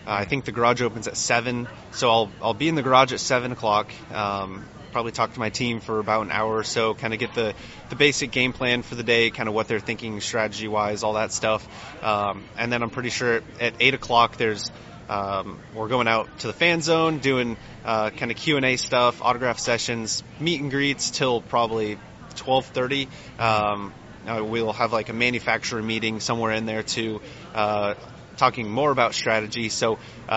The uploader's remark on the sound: joined live at the Daytona International Speedway